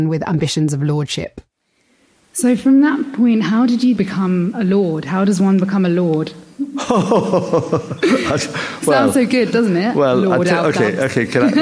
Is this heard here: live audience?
yes